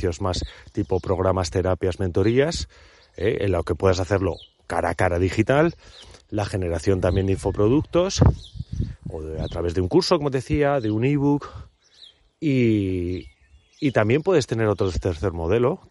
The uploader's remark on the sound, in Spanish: A través de esta grabación en plena inmersión en la naturaleza.